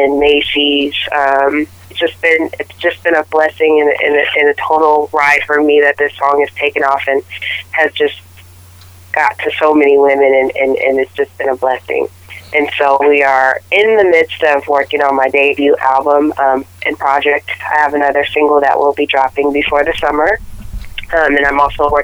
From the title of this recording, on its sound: Phone Interview